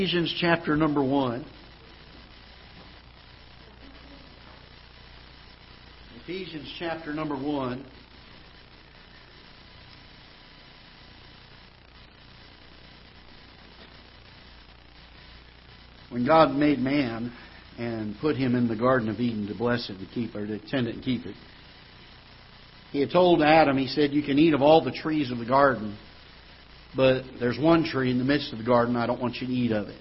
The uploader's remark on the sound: Ketha Heights Baptist Church ~ Live Broadcast